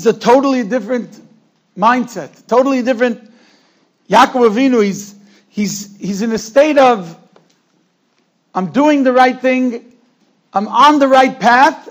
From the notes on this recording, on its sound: Shiur recorded in Yeshivas Ohr Reuven, Monsey, NY.